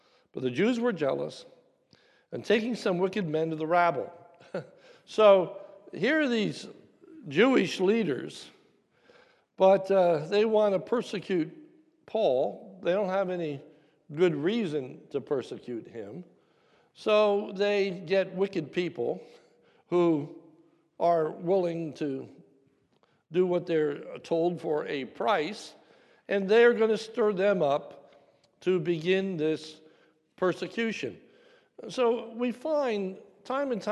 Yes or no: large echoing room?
yes